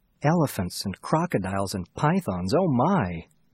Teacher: These words are longer, but the time between the strong beats is the same.